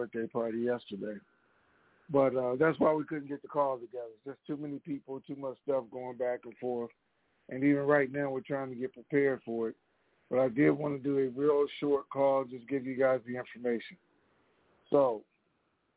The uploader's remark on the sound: TNTSuperfantastic Mini-Conference Call